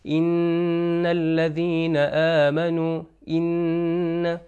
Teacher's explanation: نون کا تلفظ جو ہے پیور ناک سے ادا کیا جا رہا ہے · Term: غنہ